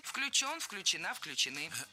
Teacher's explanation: В этом слове во всех глагольных формах корень должен быть безударным.